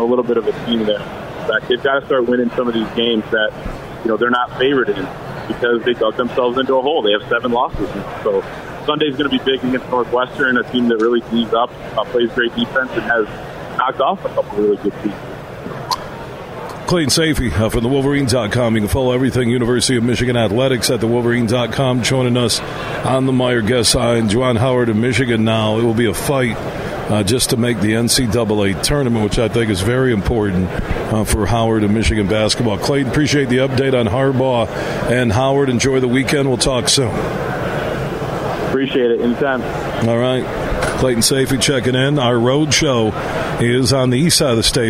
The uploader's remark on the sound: Today, we're broadcasting live from the Ultimate Fishing Show Detroit which runs through Sunday at the Suburban Collection Showplace in Novi.